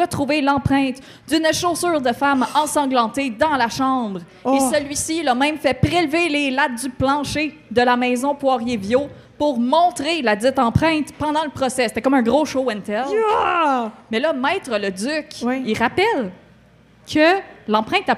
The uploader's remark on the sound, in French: En direct du Festipod 2021. Dans cette épisode spécial enregistré au Festipod 2021.